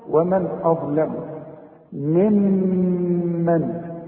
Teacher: الميم الأولى مقصورة، الميم الثانية عليها الشدة، شدة وفتحة، إذن تغنى لأنها اثنين ميم. وبعدين عندي غنة بتاعت النون استثنى اللي بعدها ميم كمان لأنها إدغام، النون بتخش في الميم دي.